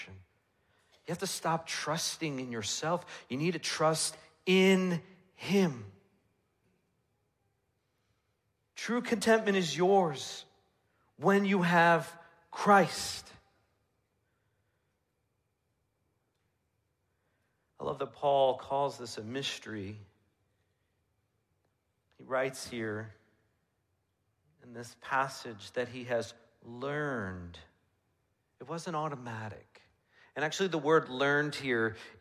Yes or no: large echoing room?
yes